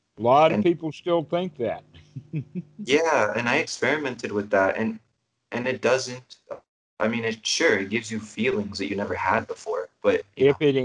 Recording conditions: video call